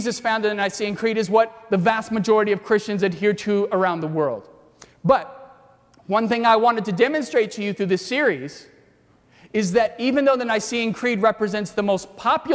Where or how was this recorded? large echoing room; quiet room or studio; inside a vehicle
large echoing room